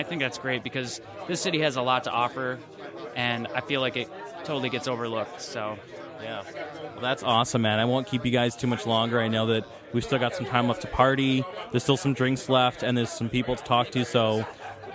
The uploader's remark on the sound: Broadcasting live from SoundCloud Global Meetup Day at the Music Garage. Checks in with attendees of the event.